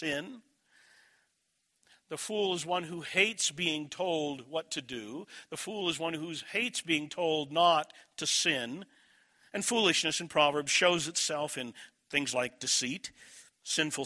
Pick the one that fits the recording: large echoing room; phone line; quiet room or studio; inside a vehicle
large echoing room